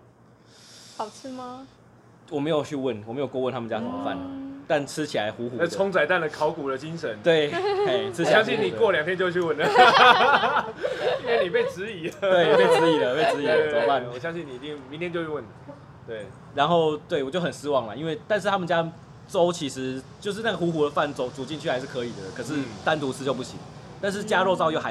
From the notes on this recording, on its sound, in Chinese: 錄音地點：牽咖啡 Chen Coffee